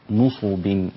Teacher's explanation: قرأ ابن عامر الدمشقي وحفص بضم النون والصاد